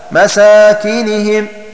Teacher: يقرؤون بفتح السين وألف بعدها وكسر الكاف